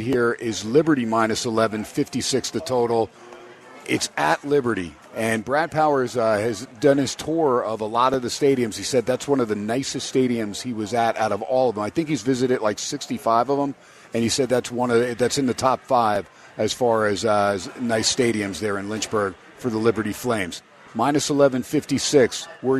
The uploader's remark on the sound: HUMP DAY AT STEINERS PUB. "Live" from #SteinersPub #LasVegas.